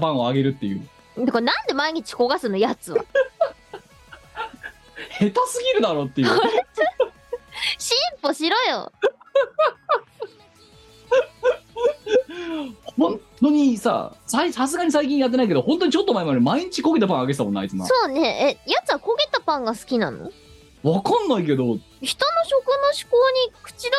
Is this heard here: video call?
yes